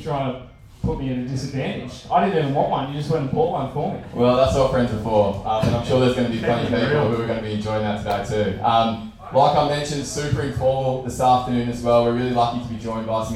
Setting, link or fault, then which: fault, poor sound quality